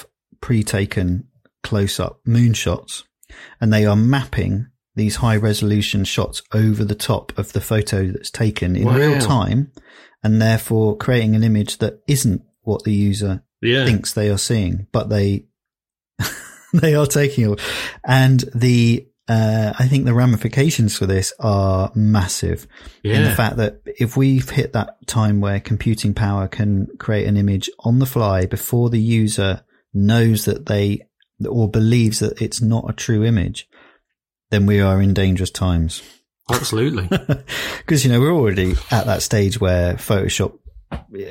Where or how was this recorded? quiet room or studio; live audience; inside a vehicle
quiet room or studio